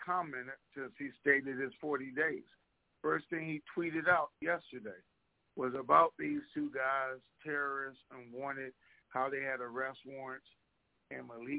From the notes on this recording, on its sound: TNTSuperfantastic Conference Call